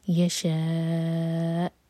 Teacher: حمزہ کو ساکن کریں گے تو اینڈ میں کٹ آف ساؤنڈ کی آواز آئے